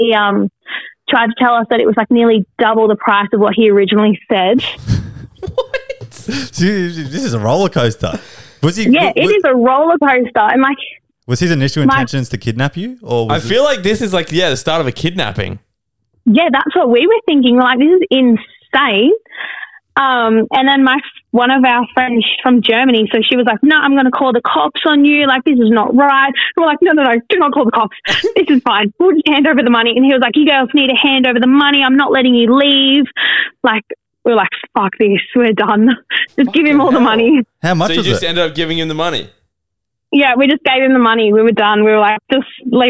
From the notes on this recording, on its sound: Today we have 5 listeners call